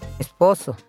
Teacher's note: Our storyteller is from Puerto Rico, so you will hear the S is often aspirated. You'll hear an H sound rather than the typical S sound. So some words like esposo will sound like esposo.